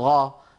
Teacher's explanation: خلط القاف بالغين مثل إخواننا في السودان، بدل ما يقولوا قاف يقولوا غا، قاف مخلوطة بالغين، هذا لا يصح أبدا أبدا أبدا.